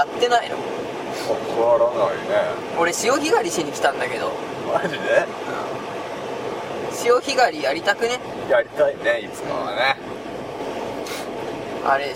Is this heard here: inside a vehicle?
yes